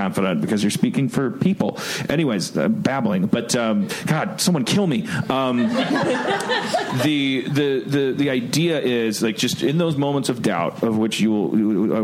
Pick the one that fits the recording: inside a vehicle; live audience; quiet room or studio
live audience